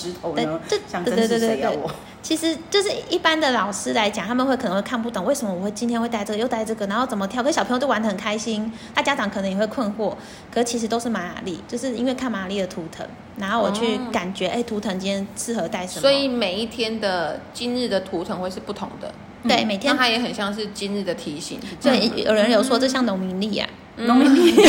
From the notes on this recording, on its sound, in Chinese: 對著3C錄音講話還真不容易啊。